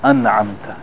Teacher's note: So that's called izhar. You don't want to hold the noon, you don't want to elongate the noon. Make the noon very short and sukoon.